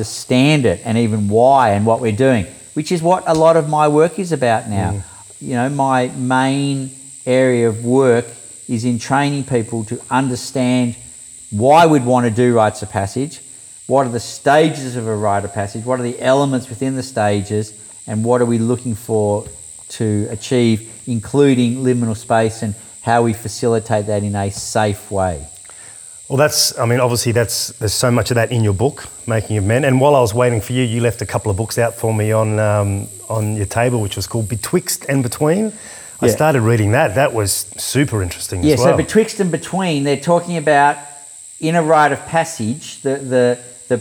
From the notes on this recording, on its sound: I visited him at his home in the Byron Hinterland out near Mullumbimby. Dropped in the middle of nature, you will hear the sounds of the wildlife in the background of our conversation.